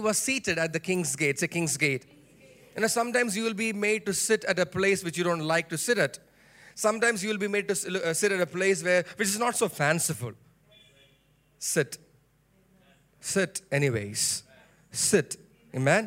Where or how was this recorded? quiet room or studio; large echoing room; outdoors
large echoing room